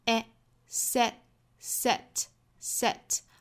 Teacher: you back do not allow setbacks to set youback。那我们要注意 setback 这两个单词的元音。第一个呢, set 这个 a 的元音，它其实是一个小写的 e 的那个元音哈。它的上下开口度其实是在大概一个食指的这样的一个距离